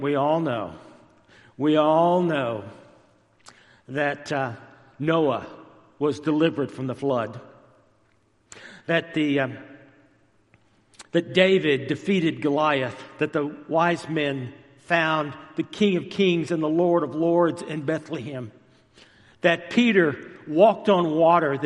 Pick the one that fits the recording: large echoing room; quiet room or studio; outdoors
large echoing room